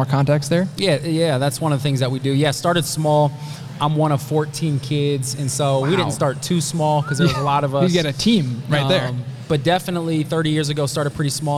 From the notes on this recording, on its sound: Live from Maha Discovery Podcast. This episode was recorded live at Maha Discovery Conference, a one-day conference.